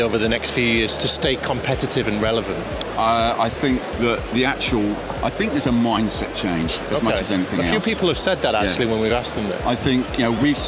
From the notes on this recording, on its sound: Live from Europe's Biggest Event 'Accountex'. A series of live interviews from Accountex 2022 in London. AIBN were the official broadcast partners of the event which featured the great and the good in the world of accounting and the many software/fintech vendors to the profession.